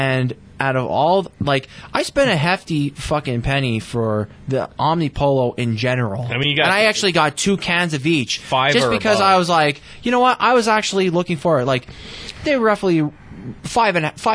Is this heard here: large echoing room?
no